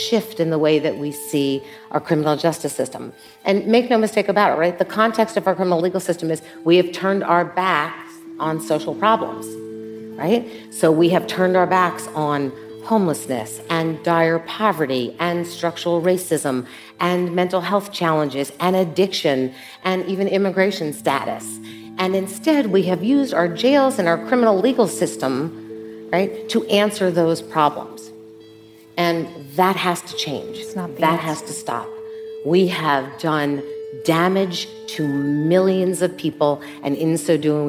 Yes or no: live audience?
yes